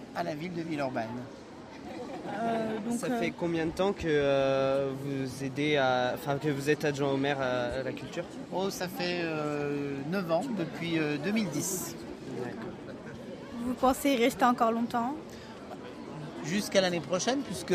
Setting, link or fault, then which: setting, busy venue